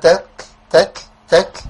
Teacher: كتير من الناس يبدل التاء بكاف لأنه بيروح لمخرج الكاف